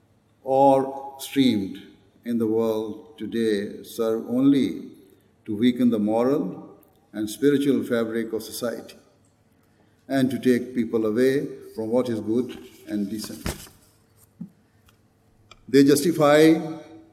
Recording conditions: live audience